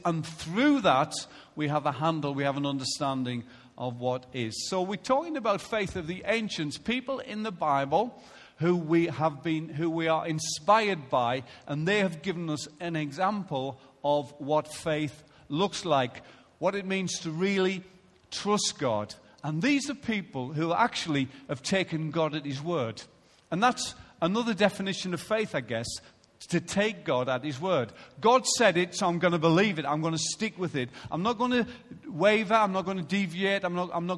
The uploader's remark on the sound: Recorded live at Life Church on Sunday 7th February 2016